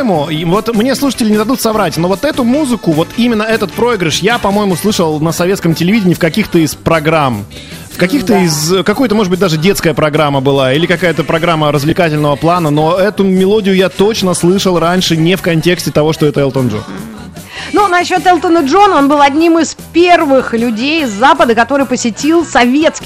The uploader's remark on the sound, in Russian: По телефону